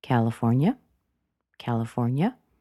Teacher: It's a very casual, short, friendly answer. The end of the word went up in intonation.